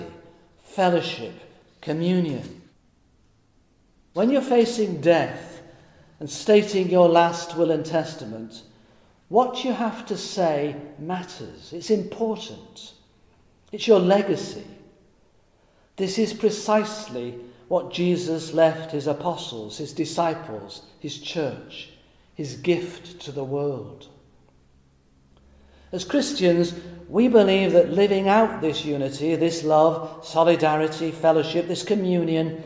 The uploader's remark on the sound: Recorded in Middlesbrough Cathedral on Thursday, 28 May 2020.